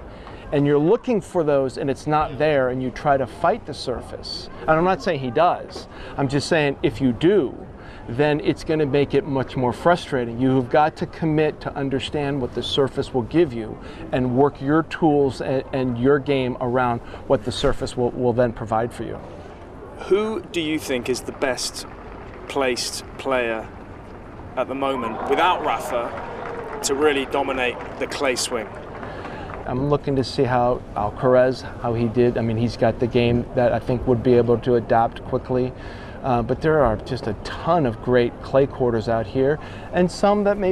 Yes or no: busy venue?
yes